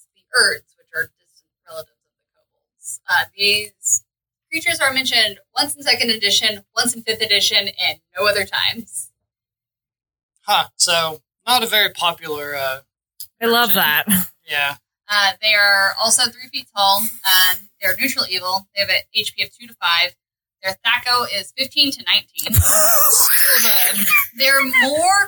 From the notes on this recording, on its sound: Editor's Note: The audio is better but still not 100%. Please have patience with us as we learn this entirely new system.